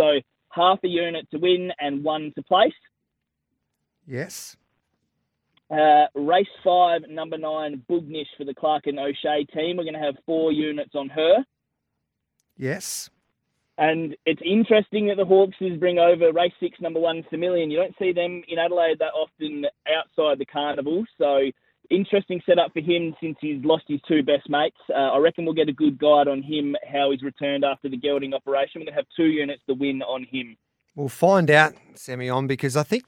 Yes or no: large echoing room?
no